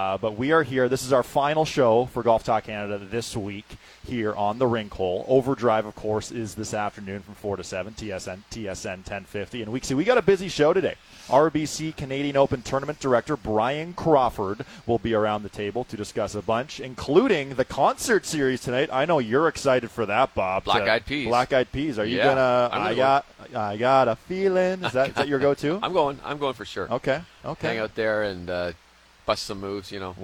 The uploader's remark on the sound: Today, we are live from the Rink Hole during the 2nd round of the RBC Canadian Open!